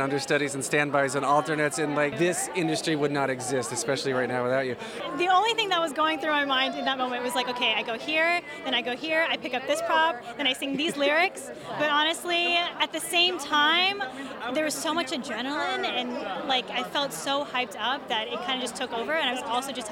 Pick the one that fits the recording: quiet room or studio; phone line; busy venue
busy venue